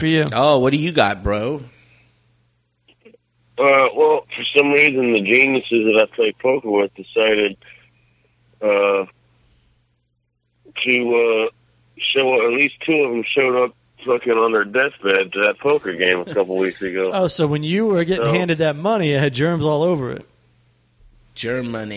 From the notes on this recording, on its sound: gets on the phone